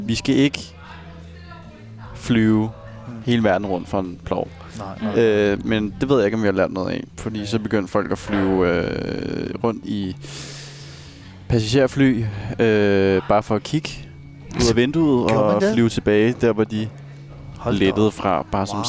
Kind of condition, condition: setting, busy venue